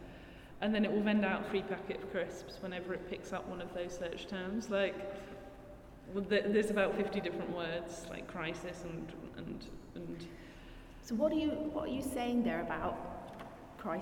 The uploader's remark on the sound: at Talbot Rice Gallery as part of Edinburgh Art Festival